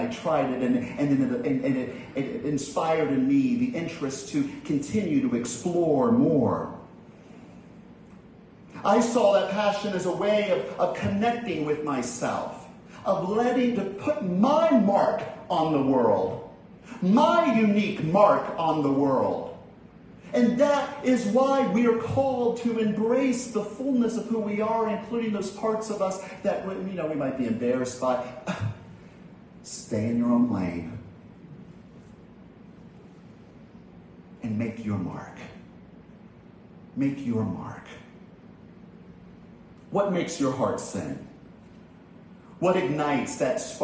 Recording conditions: large echoing room